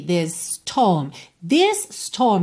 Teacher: This termina em S, storm começa em S, você junta num S só